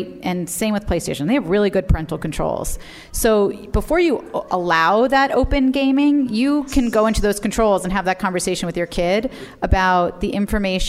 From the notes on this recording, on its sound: Live from Type-A NYC. We recorded an episode in front of a live audience from the Type-A Bootcamp (a mini-conference for bloggers). We also fielded some great questions from the audience about various digital parenting issues.